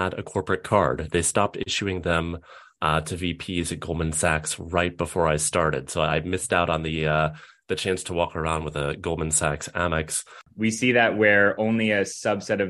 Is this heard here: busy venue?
no